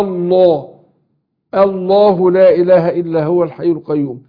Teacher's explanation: فطالما سبق لام لفظ الجلالة مفتوح يبقى فخمها